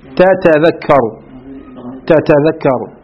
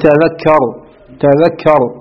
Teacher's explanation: الجمع بين المثلين تتذكر تتذكر، واللغة الثانية تخفيف بالحذف بحذف إحدى التائين، قل تذكر تذكر.